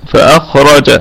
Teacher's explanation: طيب، فأخرج قلنا الكلمة كلها مرققة ما عدا الخاء والراء. الخاء في الدرجة الثانية من درجات التفخيم لأنه ساكن وقبله مفتوح، والراء مفخمة، ونقف عليها بوجه واحد بالسكون المحض، وتكون القلقلة هنا قلقلة وسطى لأنها ساكن متطرف.